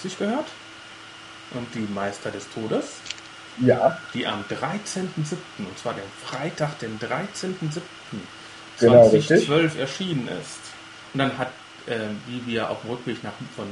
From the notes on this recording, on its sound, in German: eine dreier Gesprächsrunde per Skype (Leider mit einigen Lüftergeräuschen)